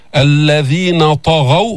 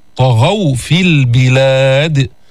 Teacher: فخم الطاء، حرف إطباق واستعلاء، والغين أيضا مفخمة بعدها